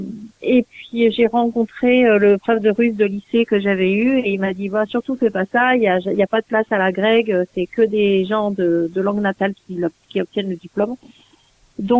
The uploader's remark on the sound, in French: reçoit par téléphone